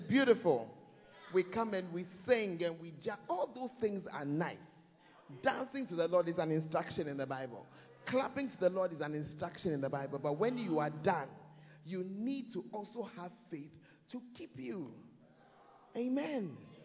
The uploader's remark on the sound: Preached At The First Love Center, Ayeduase (Times of Refreshing).